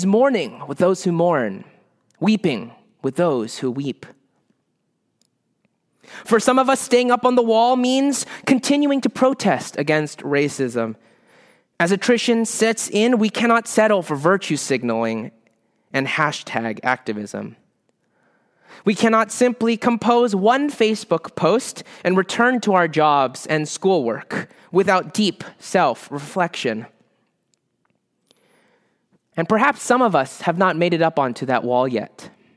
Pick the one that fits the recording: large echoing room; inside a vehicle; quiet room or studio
large echoing room